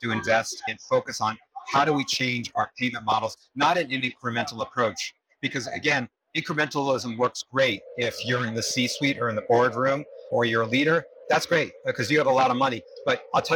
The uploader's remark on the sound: it’s an Interview in Action live from HLTH